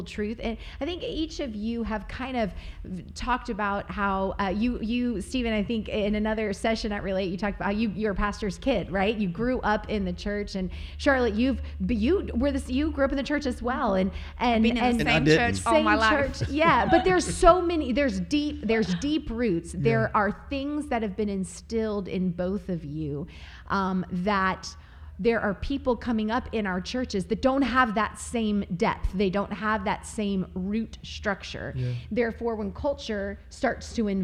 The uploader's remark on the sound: Live at Relate Conference. During Relate Conference we sat down for a Live podcast recording with two special guests.